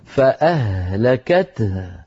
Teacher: الهاءان تستنفد الهواء استنفادا من الرئتين